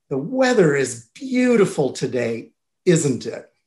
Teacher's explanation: make a statement and then follow it with a tag question with falling intonation